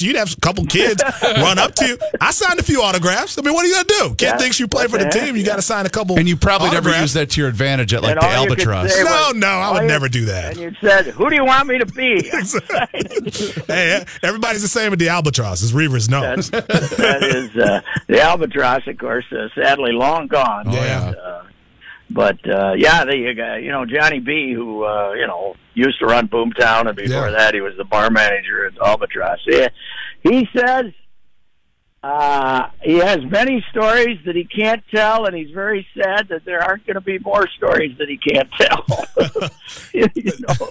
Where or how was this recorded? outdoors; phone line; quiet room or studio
phone line